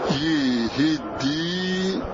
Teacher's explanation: فقال النظم رحمه الله هنا: ثم كسر الياء إتباعا لكسرة الهاء فصارت يهدي، الهاء مكسورة والياء مكسورة تبعا للهاء التي بعدها. فإنه فعل من الإدغام، فإنه فعل، فإنه من فعل الإدغام، فعمل اللسان عملا واحدا يهدي، فصارت ثلاث كسرات يهدي.